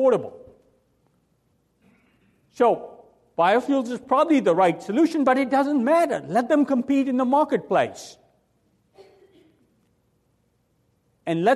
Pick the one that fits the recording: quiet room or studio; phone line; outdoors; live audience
live audience